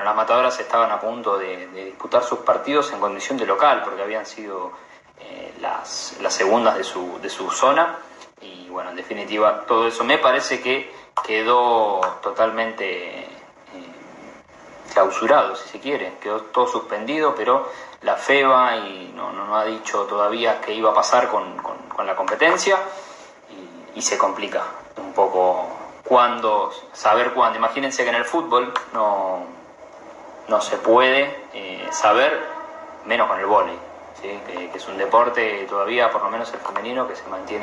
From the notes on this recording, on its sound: VIA INSTAGRAM LIVE